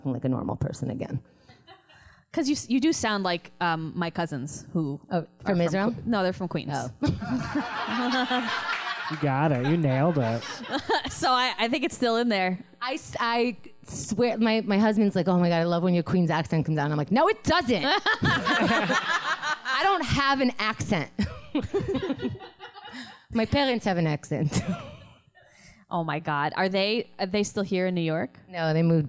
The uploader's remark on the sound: Recorded live from Q.E.D. In Astoria, NYC.